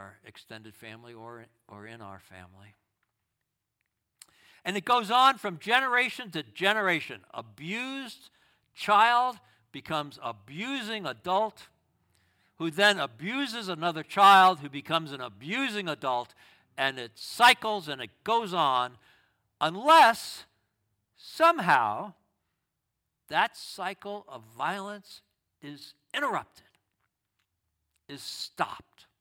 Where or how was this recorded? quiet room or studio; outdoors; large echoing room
large echoing room